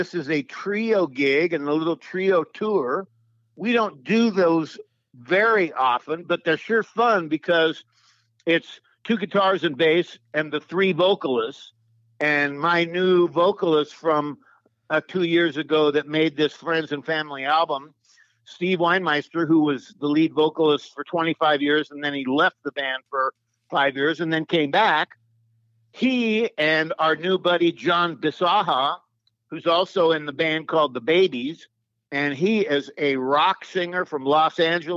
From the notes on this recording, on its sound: We hopped on the phone